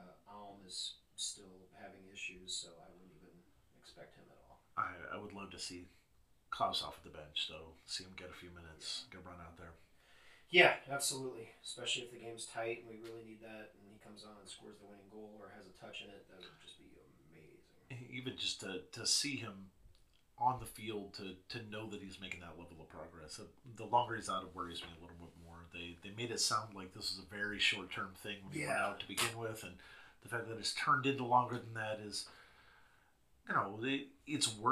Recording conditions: uneven or low level